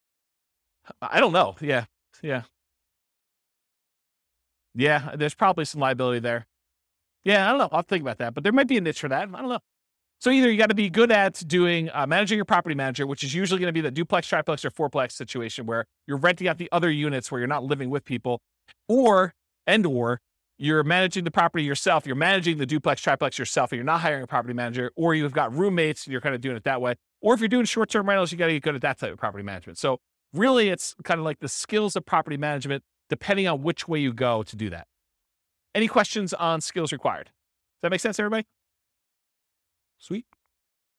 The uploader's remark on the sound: This was a live class recorded